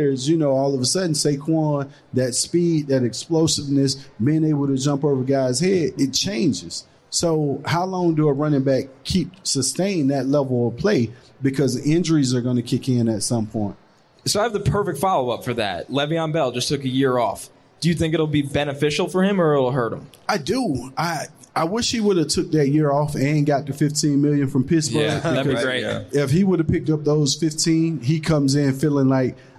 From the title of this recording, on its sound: Live from Caesar's Palace